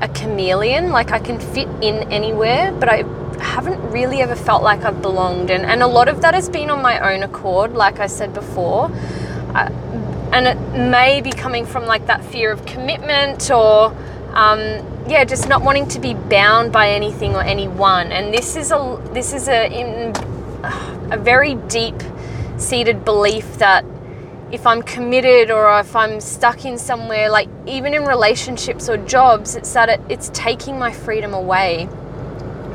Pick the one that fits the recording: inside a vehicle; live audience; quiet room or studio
inside a vehicle